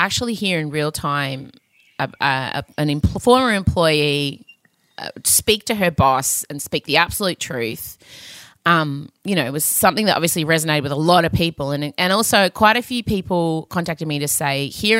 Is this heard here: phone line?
no